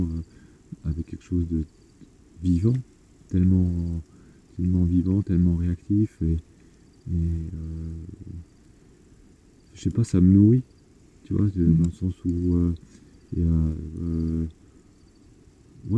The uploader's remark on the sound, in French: Un épisode enregistré dans les montagnes provençales. D'abord les miennes puis d'autres voix se joignent à la discussion. Le son a été optimisé au maximum mais il restera problématique pour certains auditeurs.